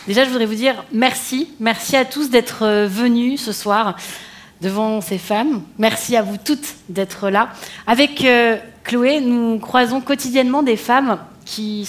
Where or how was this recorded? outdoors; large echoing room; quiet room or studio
large echoing room